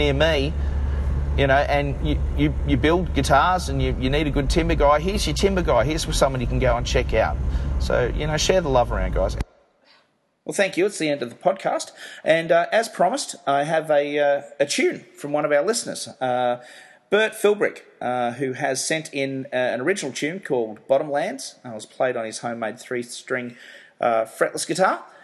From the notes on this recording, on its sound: Sorry about having to record this in the car but here it is, warts and all.